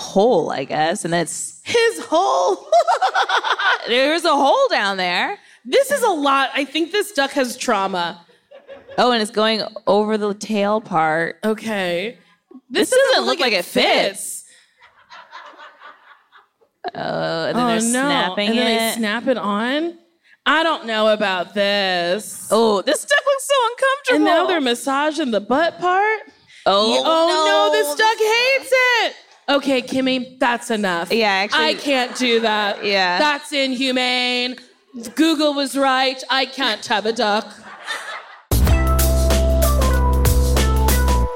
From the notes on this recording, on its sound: We’re live from the Netflix Is A Joke festival. Lots of wonderful questions from our audience!